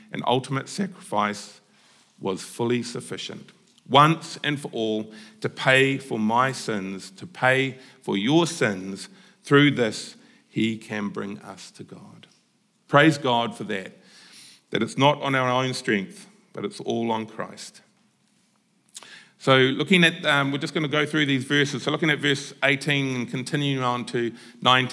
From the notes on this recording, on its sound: Apologies, we missed the first few minutes of the message in the recording this week. Recorded at the Hukanui Bible Church morning service on Sunday the 21st of May 2023 during the 10:00 am service.